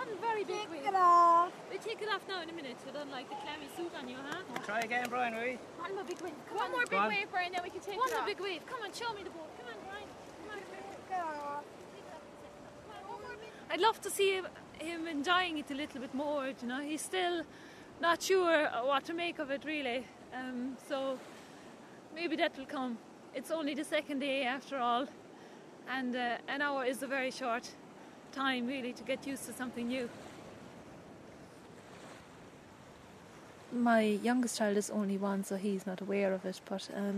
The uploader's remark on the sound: Recorded over five days at Banna Beach in Kerry. A surf camp for autistic children.